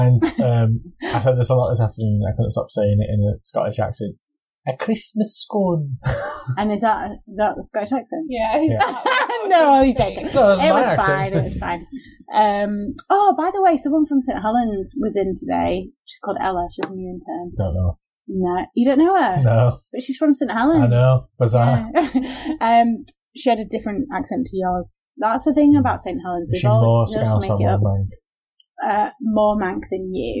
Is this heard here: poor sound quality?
yes